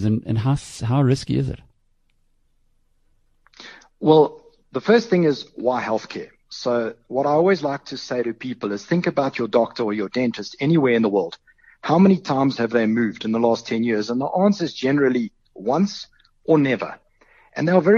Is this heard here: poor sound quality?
no